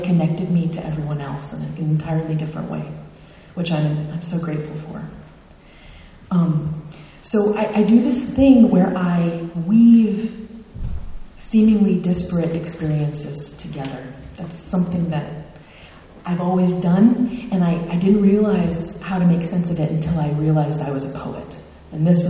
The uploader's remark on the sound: Word Literary Festival 2023: Poets Aloud. Recorded Saturday, October 21, 2023, 3pm to 5pm at the First Congregational Church of Blue Hill.